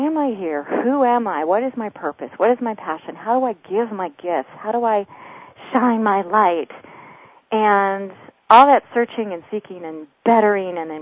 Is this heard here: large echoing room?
no